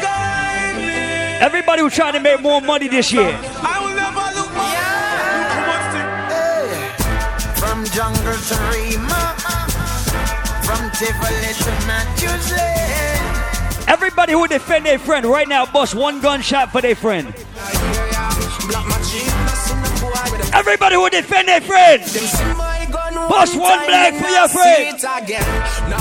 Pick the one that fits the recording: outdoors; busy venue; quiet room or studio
busy venue